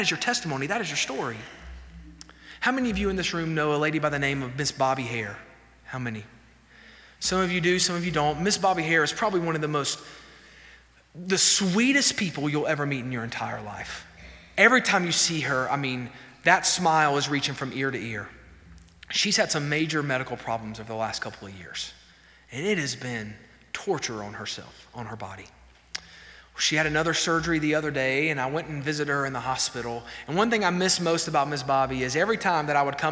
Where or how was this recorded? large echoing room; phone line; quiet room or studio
large echoing room